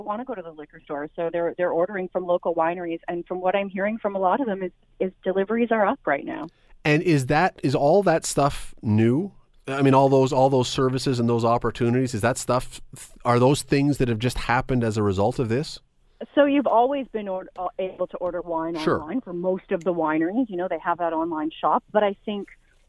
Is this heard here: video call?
no